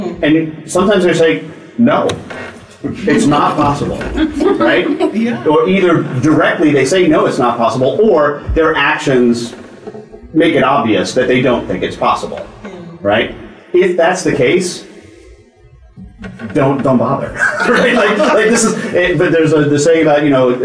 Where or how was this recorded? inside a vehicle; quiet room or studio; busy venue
busy venue